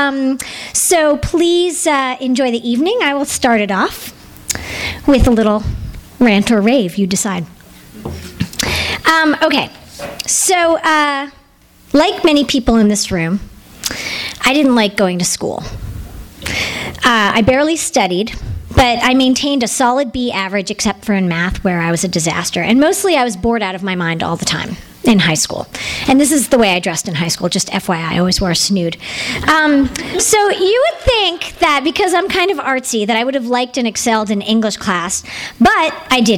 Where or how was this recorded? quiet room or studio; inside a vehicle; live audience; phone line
live audience